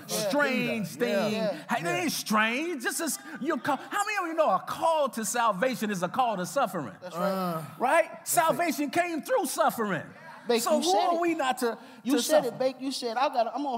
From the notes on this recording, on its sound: Live Discussion Q &. The Pastors of Faith Community come together and give a live Q&A.